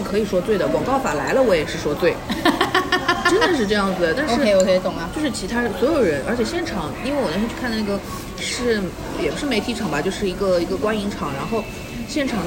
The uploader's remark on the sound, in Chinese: 每次录制基本都是在餐厅吃饭，没有条件升级录音设备。本次录制花费：… 大概300来块吧。